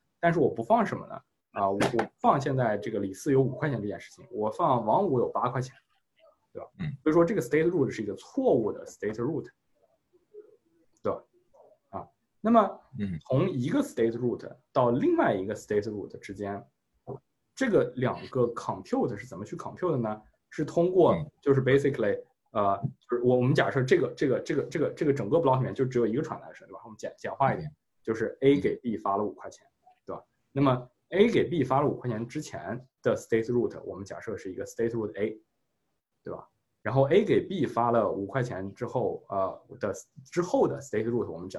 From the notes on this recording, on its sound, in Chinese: 在zoom上远程聊了一次